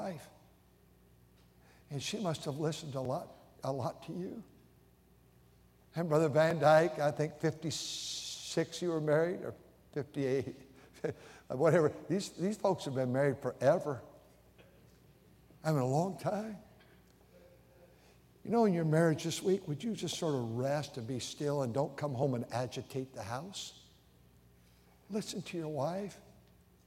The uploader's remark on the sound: during the Sunday Evening service on May 7, 2023, at North Valley Baptist Church in Santa Clara, California